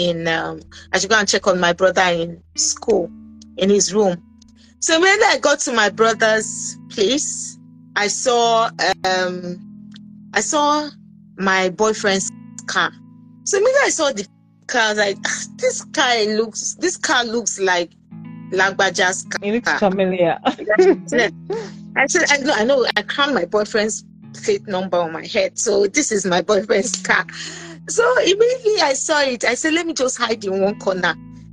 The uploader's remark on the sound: episode on Instagram Live